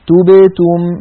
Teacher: لابد من ضم الشفتين عند التاءين وعدم ضمهما عند الباء الساكنة التي بينهما